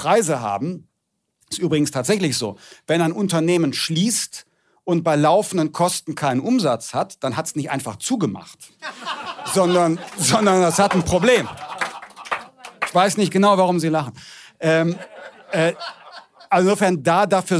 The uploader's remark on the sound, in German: Einer Veranstaltung vor Publikum von rund 100 Menschen an Bord der Pioneer One. Zahlreiche Pioneers aus dem Publikum.